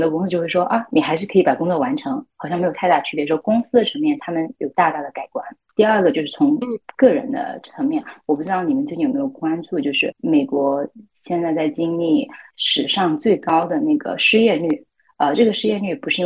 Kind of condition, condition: link, video call